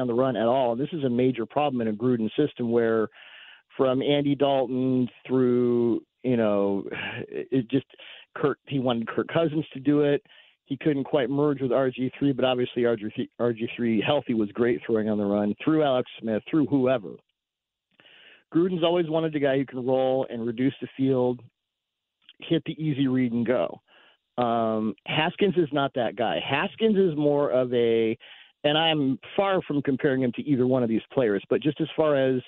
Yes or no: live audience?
no